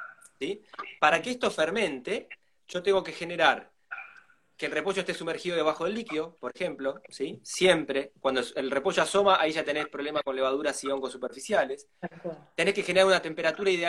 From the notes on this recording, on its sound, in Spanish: Audio de la charla en VIVO por Instagram